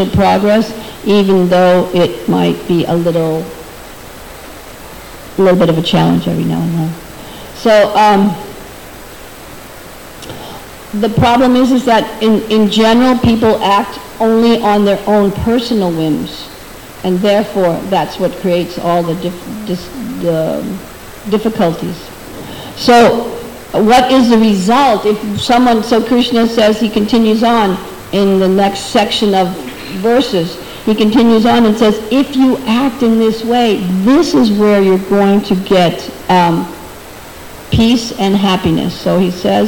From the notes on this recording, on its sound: at the Hare Krishna Temple in Alachua, Florida